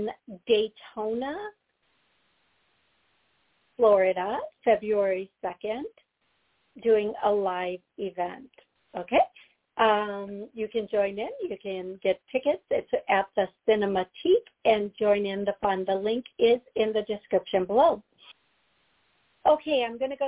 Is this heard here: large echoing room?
no